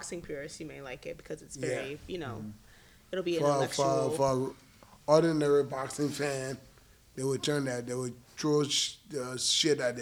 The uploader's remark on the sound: Shoutout to Showtime Boxing for letting us record in their awesome gym!